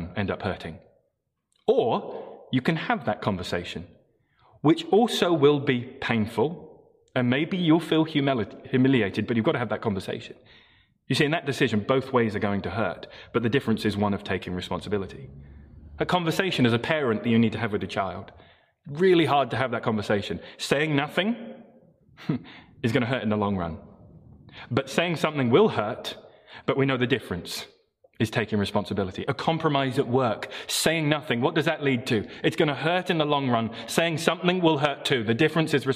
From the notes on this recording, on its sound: Morning Service Live Stream.